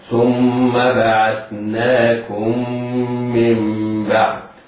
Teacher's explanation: ثم بعثناكم من بعد، عين الميم في كلمة ثم والميم في بعثناكم من، نطقهما واحد، وهما أصبح الميم الأولى ميم مشددة تشديدا ذاتيا، والميم الثانية مشددة بسبب إدغامها في الميم ذاتي بعدها، ننطقها ميما مشددة تغن بمقدار حركتين · Term: إضغام مثلين صغير